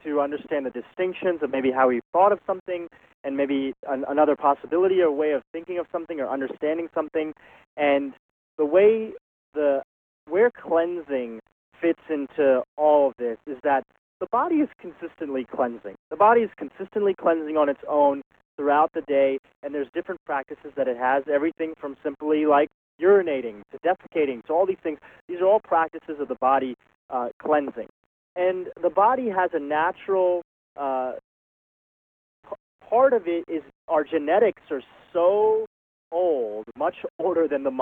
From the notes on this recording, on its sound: On this recording of our September 7, 2010, teleseminar